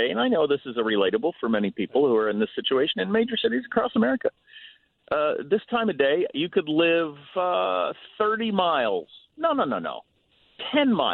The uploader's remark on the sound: We taking phone calls again?